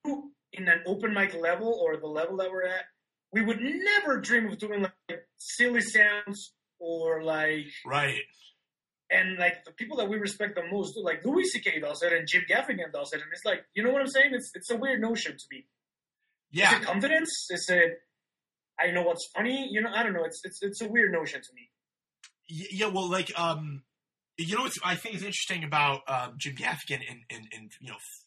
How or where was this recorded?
video call